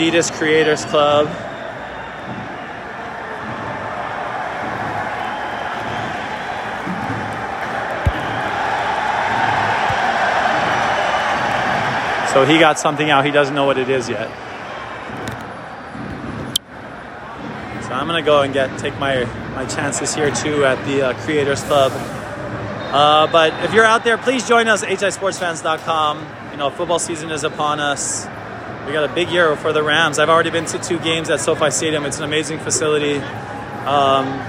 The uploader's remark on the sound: Live from MLS All Star Game 2021